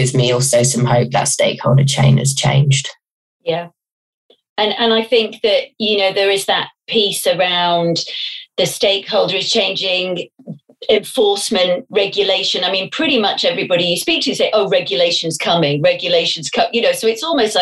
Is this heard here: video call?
yes